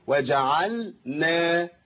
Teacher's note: يبقى ناخد بالنا لابد من اظهار اللام هنا، وجعلنا لام الفعل